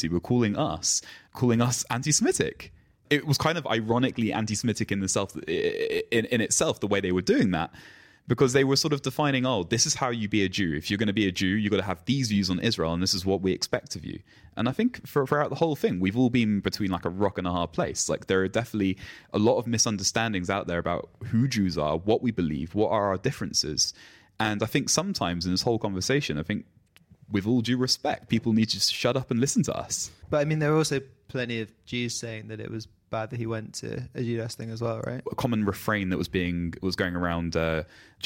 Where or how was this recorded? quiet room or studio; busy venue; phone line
quiet room or studio